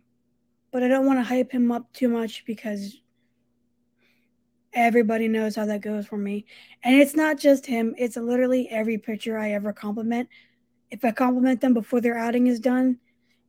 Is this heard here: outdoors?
no